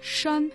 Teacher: Шан, мы уже много раз об этом говорили, означает «гора» и произносится в первом тоне.